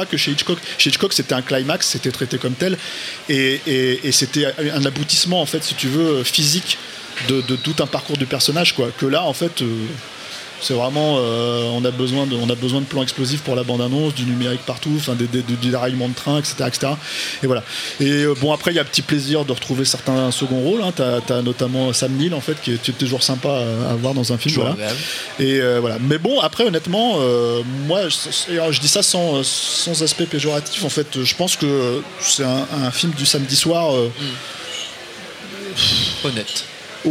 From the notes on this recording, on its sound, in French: Enregistré le 17 janvier 2018 à La REcyclerie (83 boulevard Ornano, Paris 18ème).